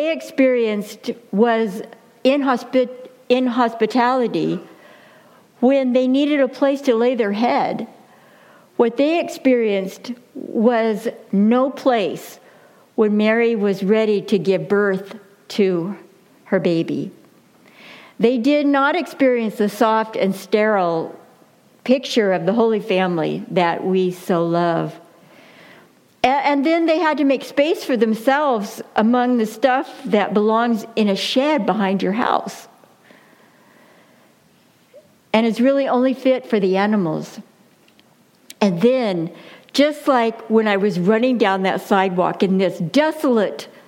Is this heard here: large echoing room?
yes